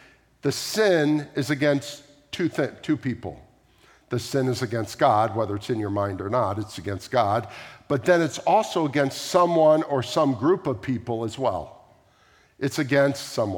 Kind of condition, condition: setting, large echoing room